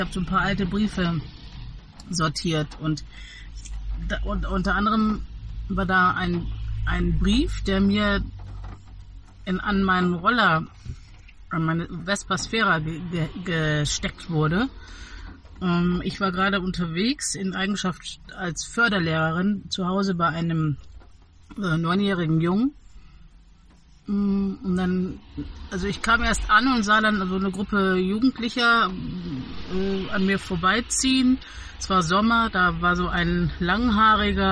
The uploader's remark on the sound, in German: An einer verregneten Samstag nach dem Wocheneinkauf haben wir die Gelegenheit genutzt und im Auto auf dem Parkplatz eine neue Samma-Folge aufgenommen. Es regnete und regnete und regnete... Verkehr und Regen sind deutlicher als erwartet zu hören.